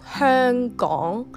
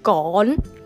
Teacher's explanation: the back of your tongue is slightly touching the back of your throat · Shown in: first take · Term: ending sound NG